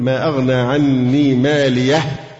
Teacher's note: لما تقف على الهاء لازم تعمل النفس عشان فيه همس، وإلا الحرف يخفى ولا يظهر